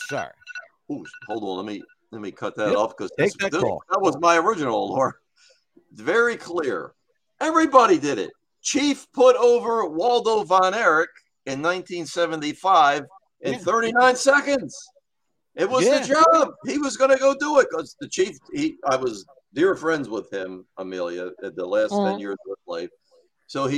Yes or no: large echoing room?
no